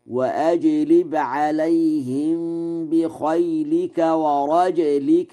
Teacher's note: ورجلك بإسكان الجيم مع القلقلة على أنه اسم جمع لراجل، فيقرأ هكذا وأجلب عليهم بخيلك ورجلك وشاركهم في الأموال والأولاد.